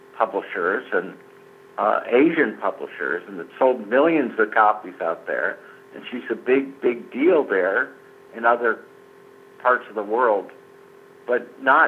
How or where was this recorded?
phone line